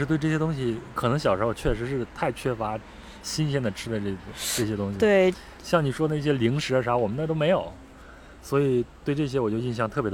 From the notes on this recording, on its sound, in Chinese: 录制地点在北京房山区大石河畔，您能听到树上的蝉鸣、马路上的车声和不远处游泳的小孩子们的喧闹。